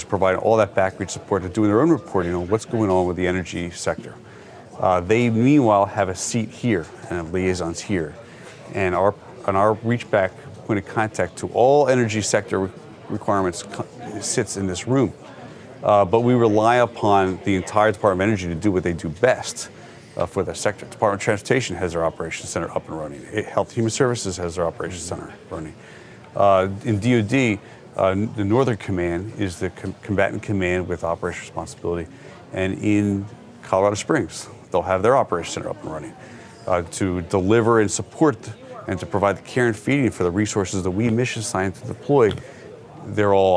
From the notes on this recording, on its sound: A Walking Tour Of The National Response Coordination Center. We got a special walking tour of the NRCC.